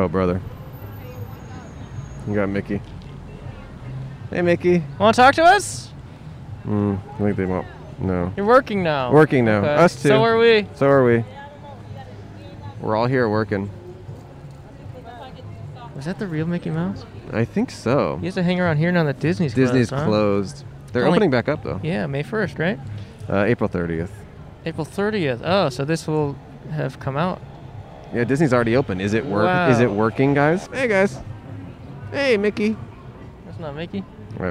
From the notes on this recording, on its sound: Recorded on 4/16/21 on Hollywood Blvd in Hollywood, California.